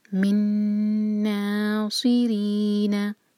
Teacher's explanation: منا، آگے سواد ہیوی، منا سی رینا، را کے نیچے کسرہ تو باریک پڑھا جائے گا اور نا ایک ہلکا، ری مد تبعی، منا سی رینا.